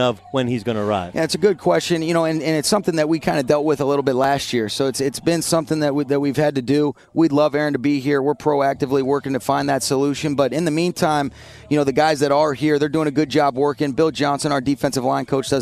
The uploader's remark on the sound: LIVE from Los Angeles Rams training camp!